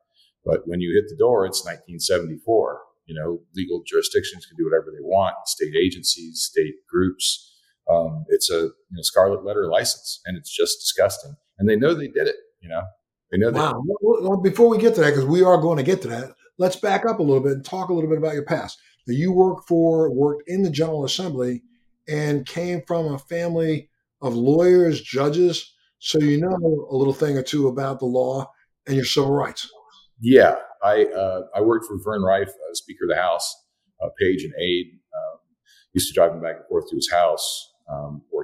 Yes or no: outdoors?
no